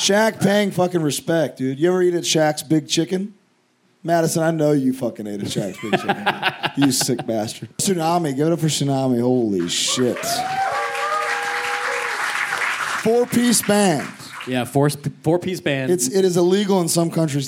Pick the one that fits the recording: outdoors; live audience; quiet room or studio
live audience